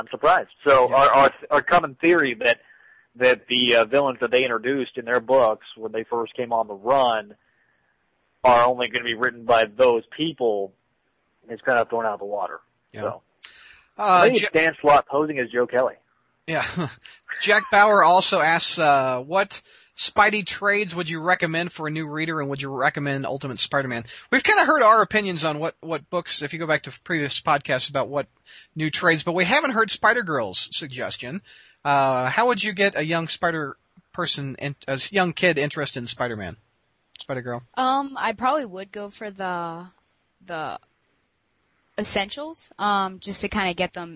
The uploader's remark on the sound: We answer a few more live calls